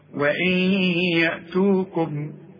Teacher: وإن يأتوكم، النون بعدها ي والياء من حروف الإدغام، يبقى حغن وادغم